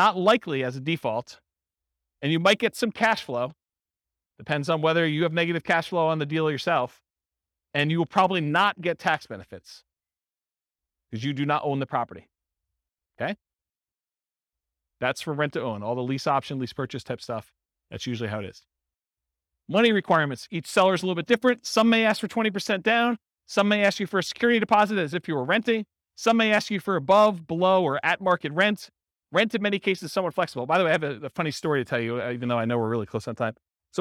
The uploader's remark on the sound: This was a live class recorded